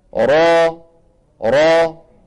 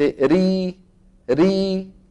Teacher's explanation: بخلاف المرققة ما فيها تقعر. ثم أيضا لسان المزمار يرجع في الراء المفخمة فيحدث تضيق في الحلق بخلاف مين؟ بخلاف المرققة